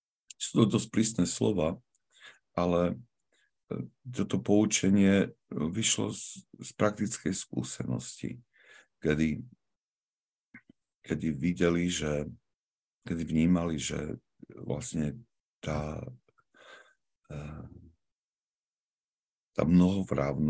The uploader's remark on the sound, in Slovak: pravidelné online stretnutia prostredníctvom ZOOM